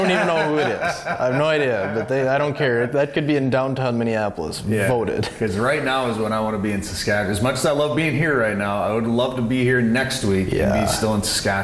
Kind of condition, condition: setting, busy venue